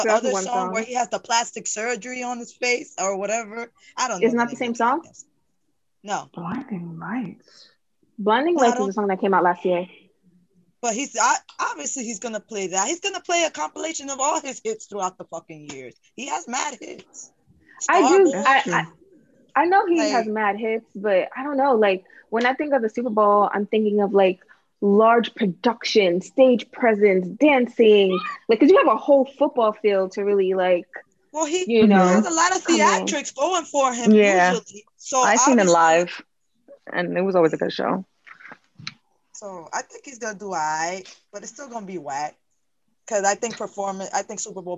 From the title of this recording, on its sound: Zoom Pod